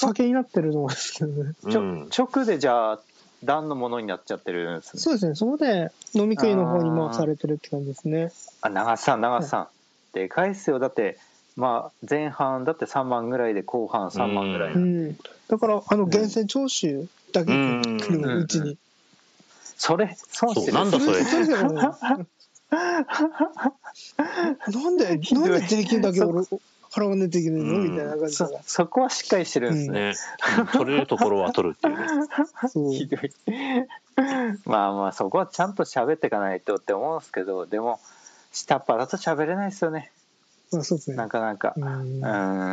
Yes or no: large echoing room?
no